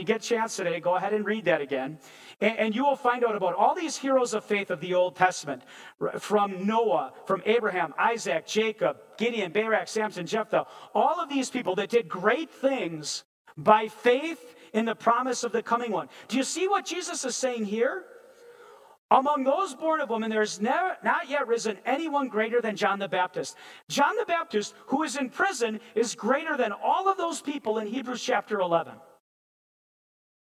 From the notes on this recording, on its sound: preached this sermon at Bethany's Sunday worship on December 11, 2022